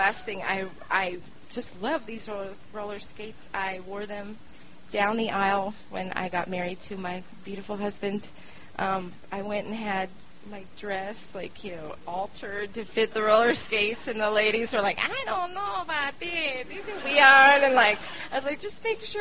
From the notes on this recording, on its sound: The show was recorded on December 20, 2012 at the beautiful Deer Pile in Denver, Colorado in the U S of A.